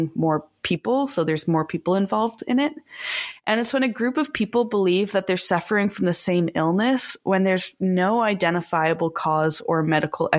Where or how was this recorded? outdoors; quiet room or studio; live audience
quiet room or studio